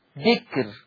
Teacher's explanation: الكاف الساكنة حاجز بين الباء المكسورة والراء المضمومة، فحكم الراء الترقيق قولا واحدة